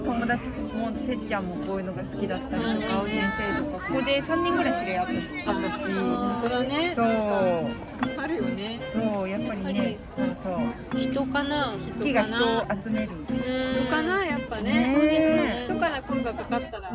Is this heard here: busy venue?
yes